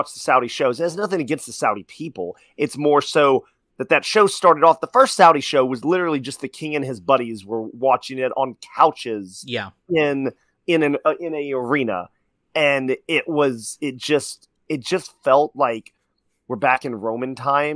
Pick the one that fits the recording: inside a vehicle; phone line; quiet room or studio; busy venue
quiet room or studio